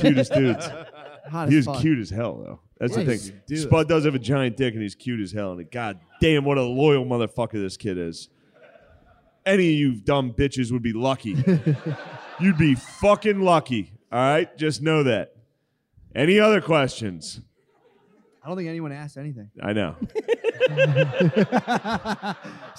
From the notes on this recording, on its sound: LIVE from Magooby's. LIVE from the joke house.